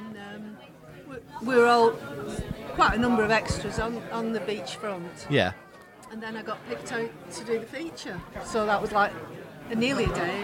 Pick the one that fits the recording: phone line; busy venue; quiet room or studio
busy venue